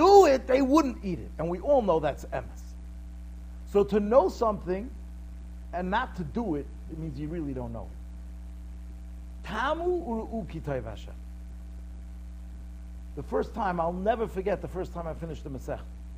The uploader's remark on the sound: Shiur recorded in Yeshivas Ohr Reuven, Monsey, NY.